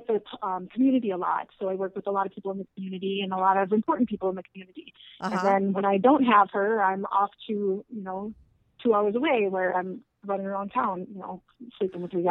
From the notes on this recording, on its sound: Her first ever call in to the show.